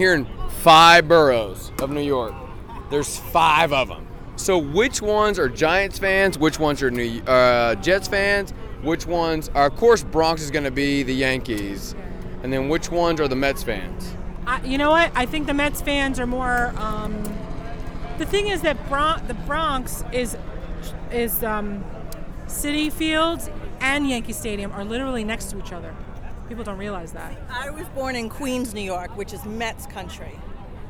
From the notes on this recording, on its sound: shares some audio he recorded while tailgating